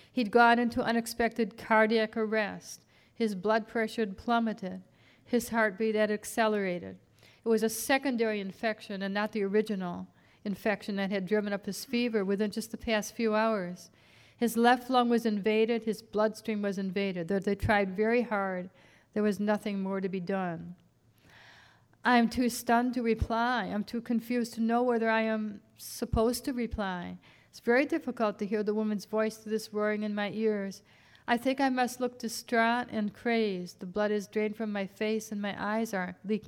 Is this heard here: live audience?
yes